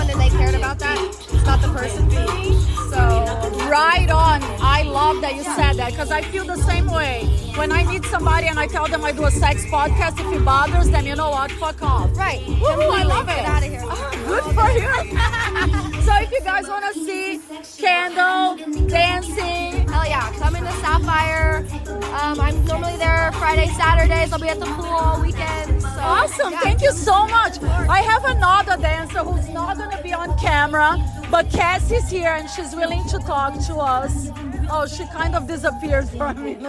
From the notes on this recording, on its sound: LIVE EPISODE FROM THE HOTTEST POOL PARTY IN VEGAS.